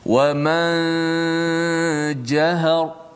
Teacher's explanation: Ha, kita panjangkan gunah. Ma, habis gunah, baru tekan jim.